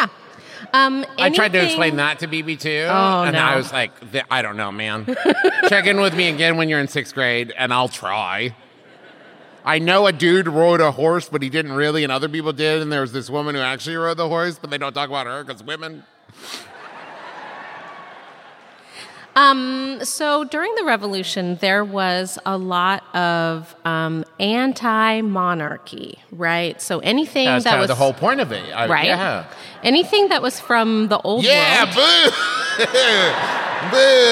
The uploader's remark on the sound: This week’s episode is the LIVE show from Boston, MA!